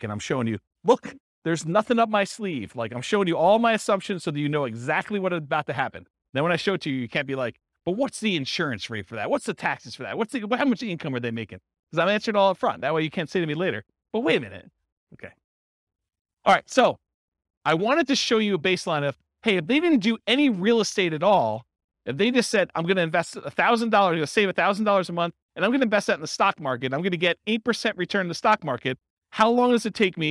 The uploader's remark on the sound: This was a live class recorded.